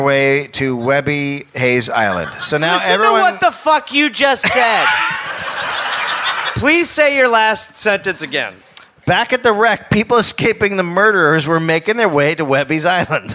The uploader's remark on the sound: live in Perth, Australia